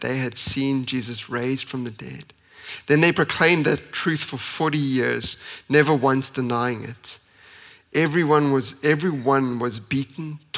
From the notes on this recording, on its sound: at Common Ground Church Rondebosch on the 9th of April 2023.